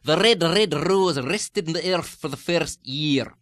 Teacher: as you get different intensities of Scottish, you're going to have different amounts of rule on the R. · Term: trill